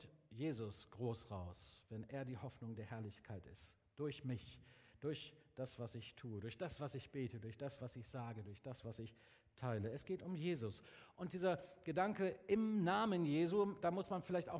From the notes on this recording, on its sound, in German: Aufzeichnung der Predigt des Gottesdienstes. Paulusgemeinde Bremen.